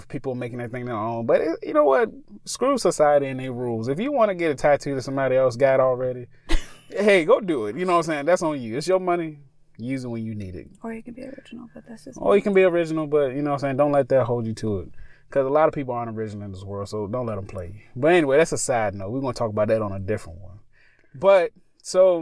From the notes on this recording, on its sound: Join us as we once again sit in our car at the park and tell you some of the most bone chilling experience we've ever had.